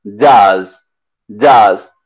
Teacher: Y la S no es una S, sino una Z.